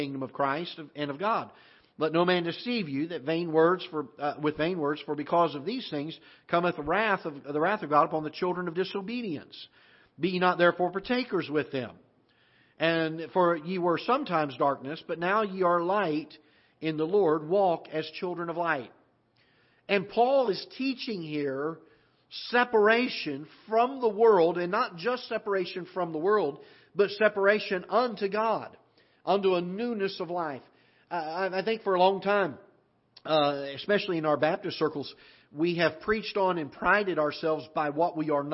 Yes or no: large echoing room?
yes